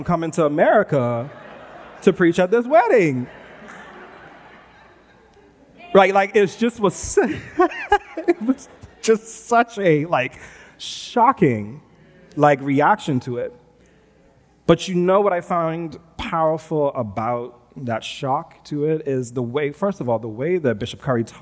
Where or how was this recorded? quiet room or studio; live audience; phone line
live audience